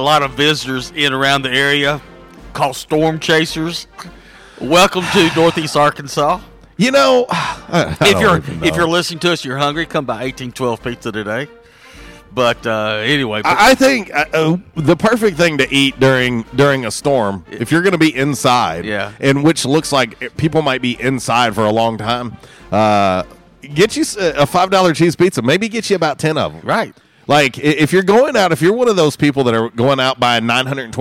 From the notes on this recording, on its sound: LIVE from 1812 Pizza Company on Hilltop!